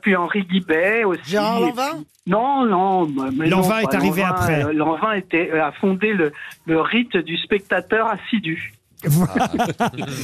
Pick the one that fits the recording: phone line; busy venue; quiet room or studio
phone line